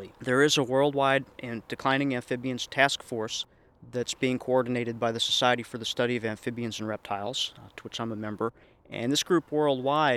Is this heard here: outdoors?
yes